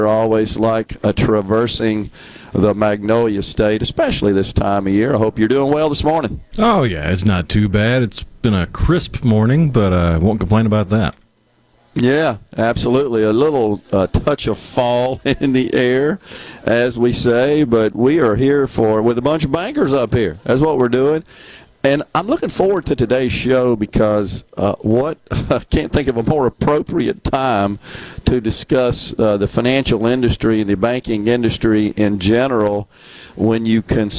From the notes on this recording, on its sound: LIVE from The Oxford Conference Center for the Ole Miss School of Business Banking and Finance Symposium.